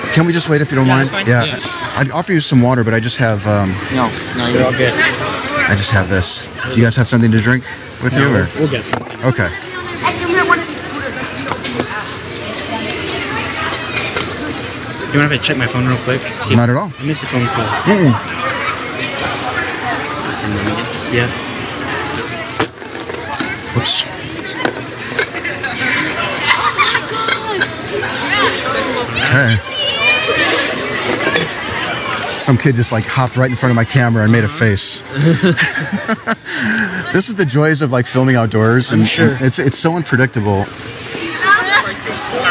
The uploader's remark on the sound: Location: San Antonio, Texas. Recorded w/Go-Pro.